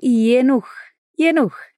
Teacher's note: Vocês devem ter notado que o primeiro G virou um J. No alemão, o J tem som de I, por isso Jenuch.